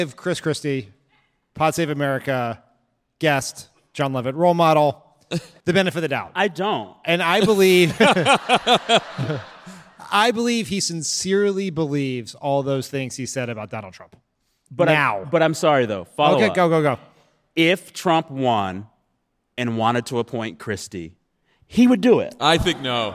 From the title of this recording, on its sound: Live from San Diego!